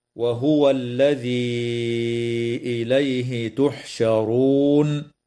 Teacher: مد منفصل في قوله تعالى: الذي إليه، يمد بمقدار 4 أو 5 حركات، وتنتهي الآية اتفاقا عند كلمة تحشرون، والوقف عليها من قبيل الوقف الكافي.